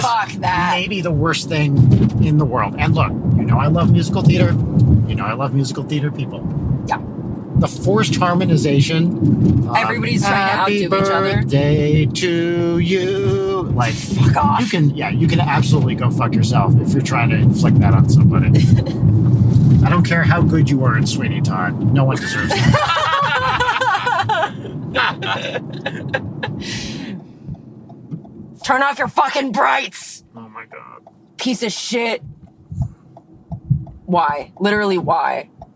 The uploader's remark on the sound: Go to the Panda Express Innovation Kitchen in Pasadena, CA. The audio quality isn't amazing but it's a fun ride.